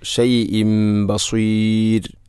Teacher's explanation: ഷൈഇൻ എന്ന തൻവീനു ശേഷം ബ വന്നാൽ ഇഖ്ലാബ് എന്നതാണ്. തൻവീനിനെ മീമാക്കി മാറ്റുന്നു. ഷൈഇൻ ബസീർ. ബസീർ എന്നത് മദ് ഇഅറിദുൽ സുക്കൂൻ, അതുപോലെ റായിനെ തർഖീഖാണ് ചെയ്യേണ്ടത്.